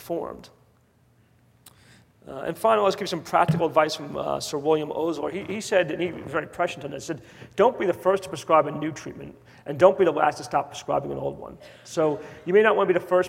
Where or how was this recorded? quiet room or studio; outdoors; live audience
live audience